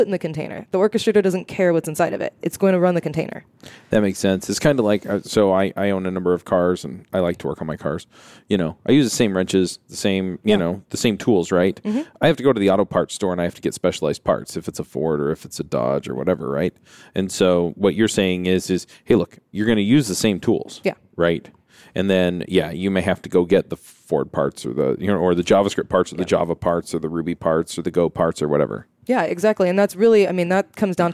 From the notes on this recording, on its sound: Live from the podcast booth at Microsoft BUILD.